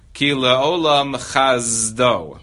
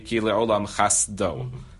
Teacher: We have the same thing, because Dalet is voiced and Samech is unvoiced. So the samech tends to turn into a zah when it is in contact with the dalet. · Shown in: first take